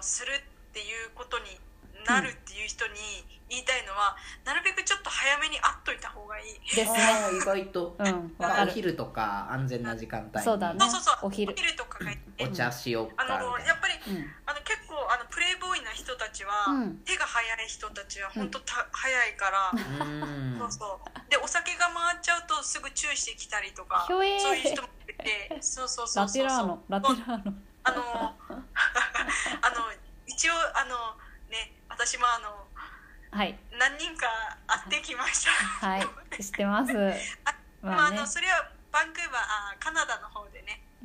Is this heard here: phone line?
yes